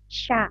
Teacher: ketika mengucapkan shin itu lidah kita terangkat tapi nggak sampai menempel ke langit-langit. · Term: huruf shin